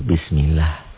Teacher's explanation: Lafaz Allah ini dibaca tipis tarkik karena sebelum lafaz Allah nih ada baris ini.